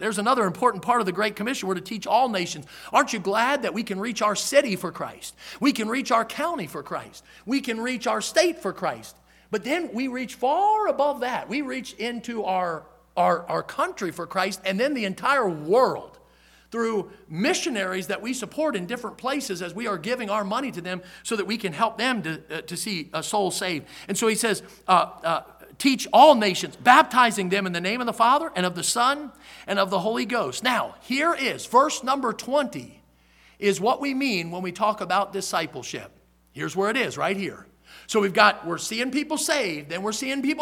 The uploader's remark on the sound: in the Sunday Evening Service on February 26, 2023, at Victory Baptist Church in Boonsboro, Maryland